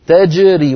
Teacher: انتبه إلى الجيم أن تبقى ساكنة مقلقلة هكذا، تجري.